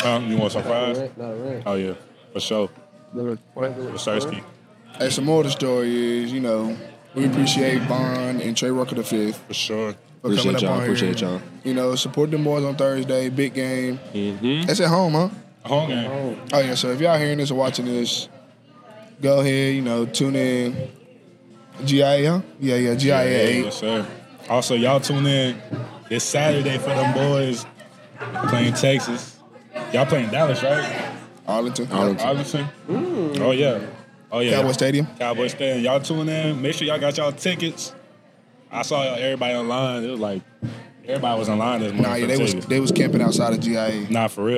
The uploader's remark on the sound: Recorded at Eskimo Joe's on Monday, November 27, 2023.